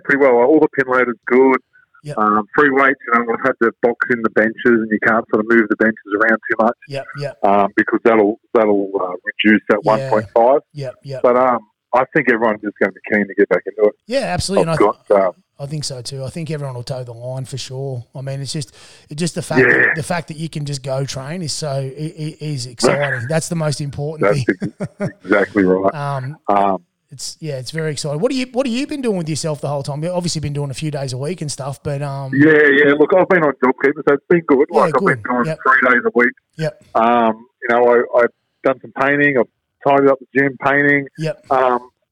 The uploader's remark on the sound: we phone